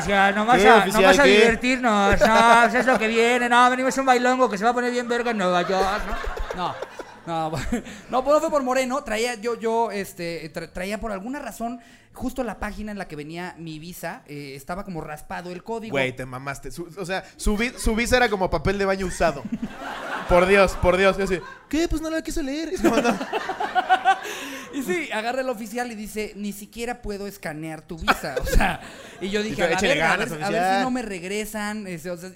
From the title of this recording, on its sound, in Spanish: En vivo desde la CDMX